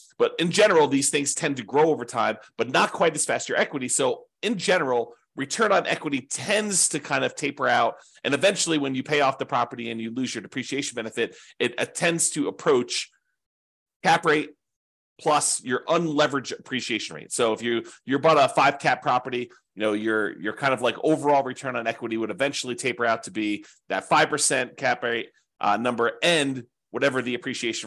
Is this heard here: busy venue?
no